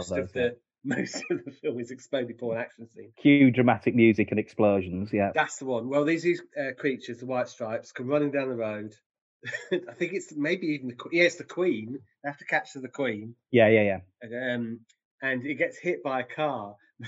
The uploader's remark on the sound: Despite sounding like we’re recording in a tiny cupboard, 20,000 leagues under the sea, somewhere in the future-past, using only string and paper-cups.